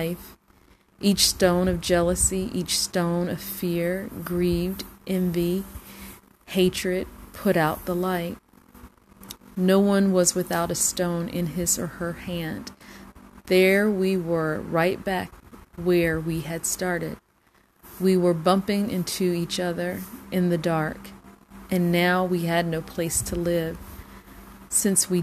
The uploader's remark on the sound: FYI sorry about the static on this recording.